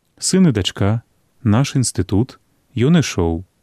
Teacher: Гук «і» змяняецца і пасля бальшыні цвёрдых зычных, супадае з гукам «ы».